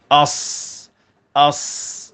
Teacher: Sad, sad, hujung lidah, hujung gigi atas bahagian depan. Dan pada huruf sad dia ada sifat khas juga namanya sofir, iaitu berdesis atau bersuit.